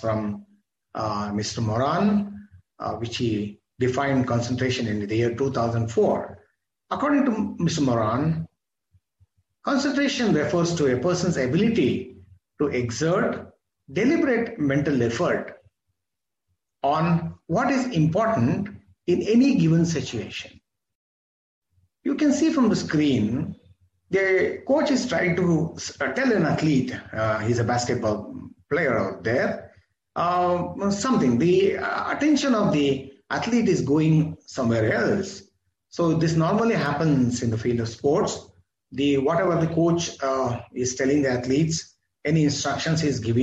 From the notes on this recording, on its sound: This is audio recording of my webinar